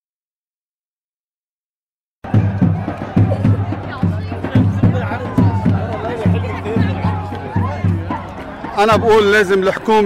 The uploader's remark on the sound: attended the second solidarity protest in Melbourne, juggling a recorder, camera, and Lebanese flag in her hands to capture your voices, pride and unity